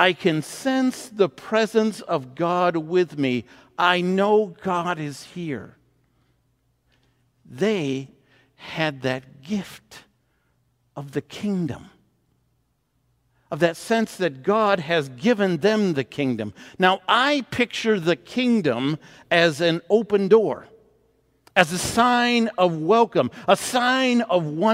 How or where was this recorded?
large echoing room